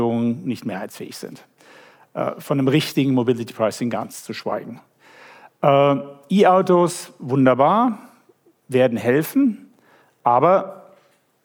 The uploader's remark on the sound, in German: Live-Aufzeichnung von der E-nova. Live-Mitschnitt. Von der Eröffnung der E-nova am 29. Juni 2023 in Zürich.